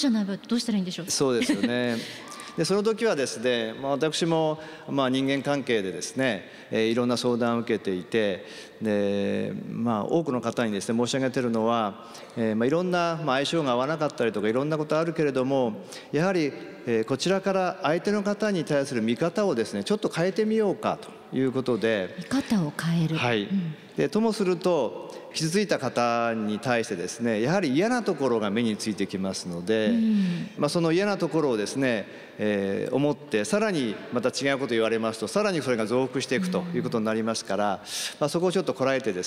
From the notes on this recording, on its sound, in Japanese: 秋田県横手市で行われた番組公開録音の模様をお届けします